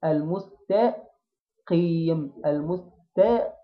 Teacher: هكسر الفك علشان ده حرف مكسور، اجيب التاء مرققه واروح افخم القاف مع الكسر